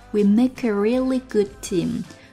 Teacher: Good team, good 的失去爆破。